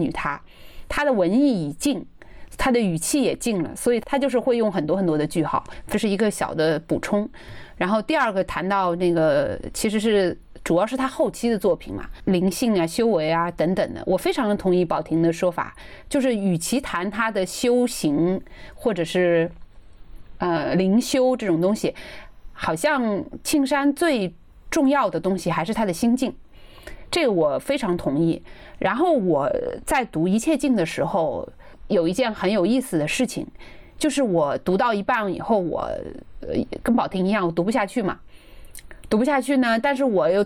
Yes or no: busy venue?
no